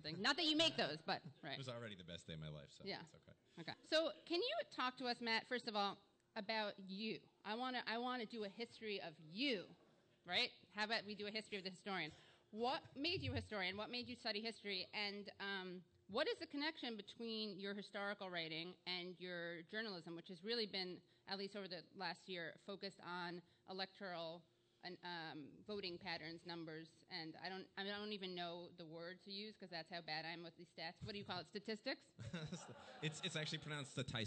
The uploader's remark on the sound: This episode is a live taping